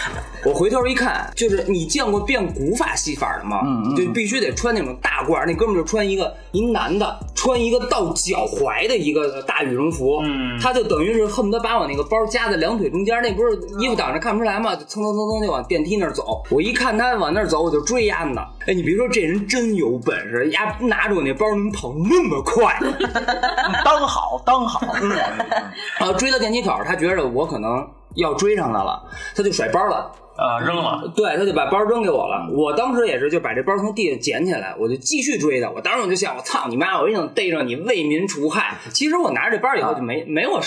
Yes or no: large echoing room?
no